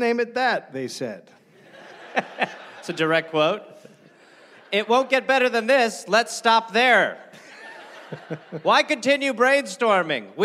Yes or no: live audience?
yes